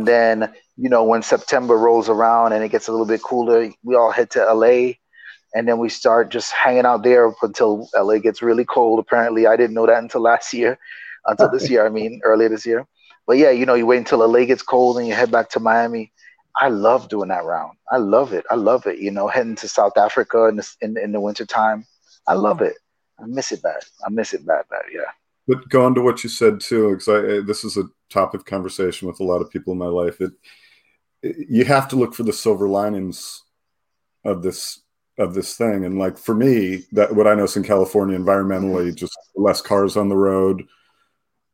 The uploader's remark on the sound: A podcast and video series limited to a 25-minute remote interview.